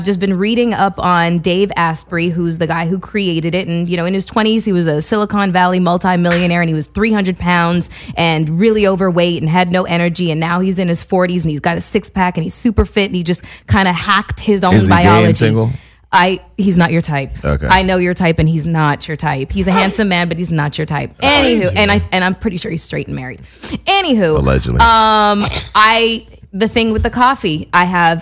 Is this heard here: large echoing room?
no